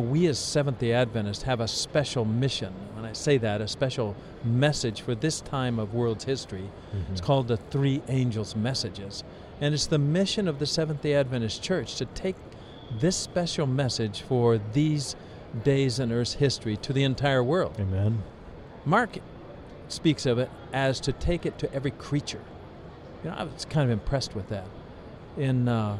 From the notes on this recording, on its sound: This episode was Streamed Live on location at ASI International Convention in Kansas City, Mo.